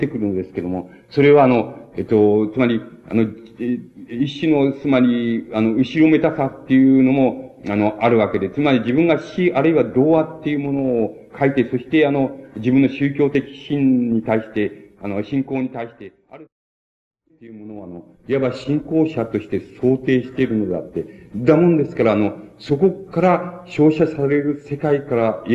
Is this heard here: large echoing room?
yes